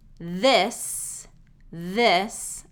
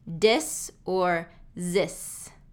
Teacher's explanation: instead of the voiced TH sound, I hear D or Z sound · Shown in: first take